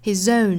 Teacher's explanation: 注意后面的这个 s 对应的应该是 z 这个浊音，所以是 his 再跟后面连读就更明显了